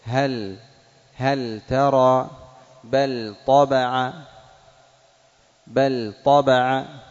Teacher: ومثل لام الفعل في الإظهار لام الحرف، نحو هل ترى هل ترى هل، لا بد من بيان اللام. واللام حرف المتوسط بين الرخاوة والشدة، فيبين فيه التوسط